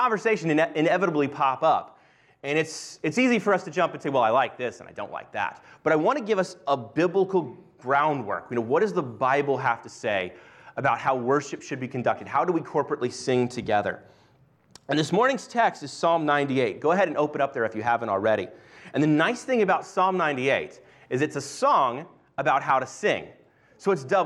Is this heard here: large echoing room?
yes